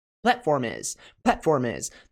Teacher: Perceba que platform termina com M, uma consoante, e a próxima palavrinha a gente tem uma vogal. Nesses casos, consoante e vogal sempre tem uma ligação.